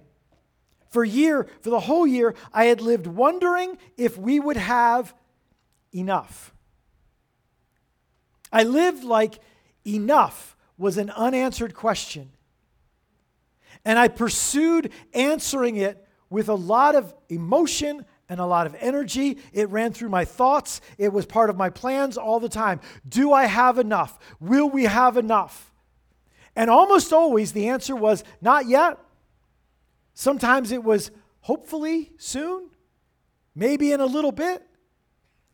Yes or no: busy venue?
no